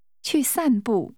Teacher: This is pronounced with three falling tones.